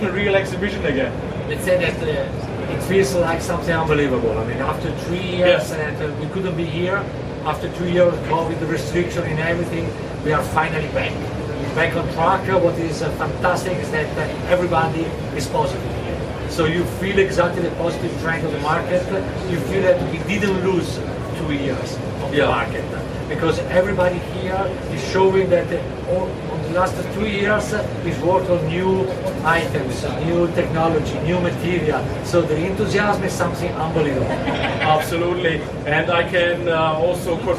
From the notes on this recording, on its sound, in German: Live von der JEC in Paris